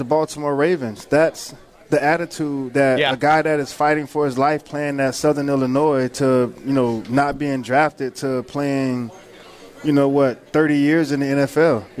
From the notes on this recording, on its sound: live from the Palm Beach Kennel Club